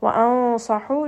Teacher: There is a noon sakin followed by one of the letters of ikhfa, which is sad. So we are going to hide that noon sound within the makhraj of the next letter. Now, the makhraj of the letter sad is a heavy makhraj, meaning that this ikhfa is going to become heavy as well.